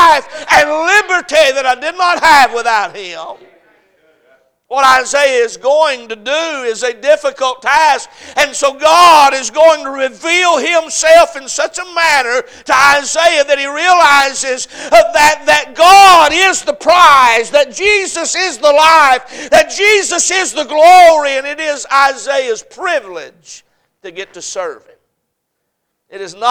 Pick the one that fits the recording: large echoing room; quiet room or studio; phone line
large echoing room